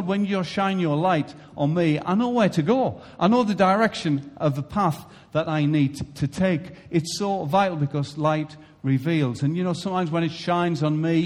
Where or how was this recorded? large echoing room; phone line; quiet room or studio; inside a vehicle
large echoing room